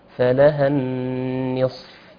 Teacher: نحقق صفه الهمس ان هو جريان النفس اثناء النطق بالفاء، وايضا الرخاوه